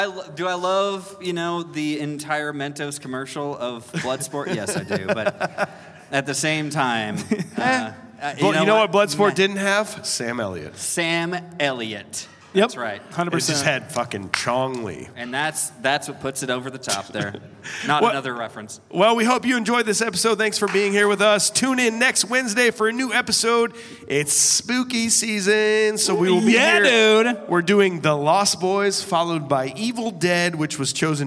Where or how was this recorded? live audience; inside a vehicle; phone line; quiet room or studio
live audience